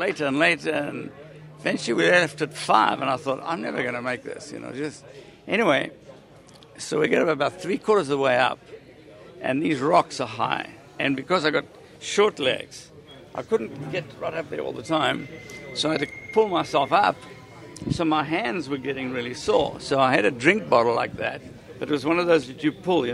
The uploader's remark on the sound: recorded at Sebring